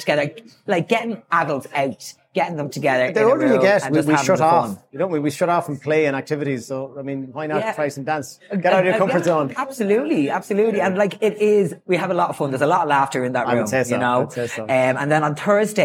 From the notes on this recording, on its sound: This episode was brought to you by Pixel Productions and was live-recorded at Andersons Bar in Sligo.